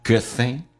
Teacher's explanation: good 的 d 去掉